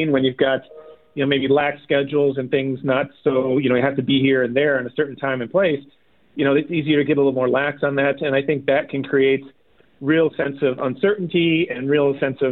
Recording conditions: phone line